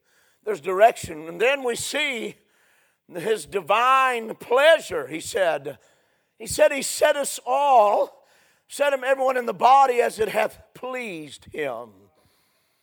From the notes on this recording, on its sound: A sermon preached Sunday Evening, on May 28, 2023.